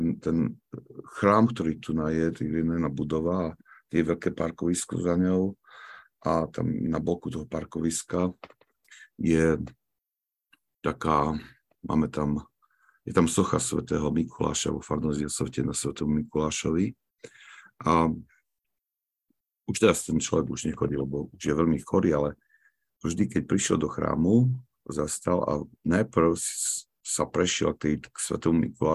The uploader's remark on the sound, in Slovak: pravidelné online stretnutia prostredníctvom ZOOM